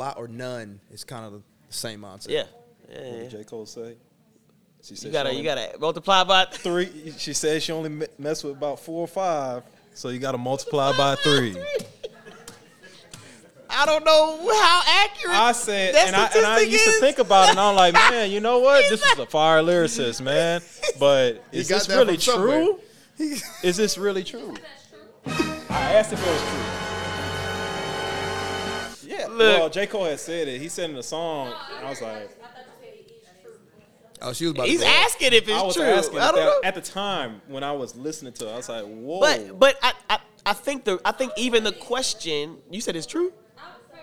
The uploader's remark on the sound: questions given by the live studio audience